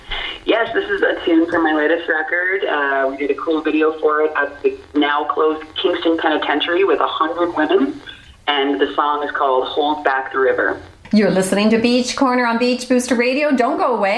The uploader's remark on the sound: STONEBRIDGE WASAGA BEACH BLUES FESTIVAL. Via phone.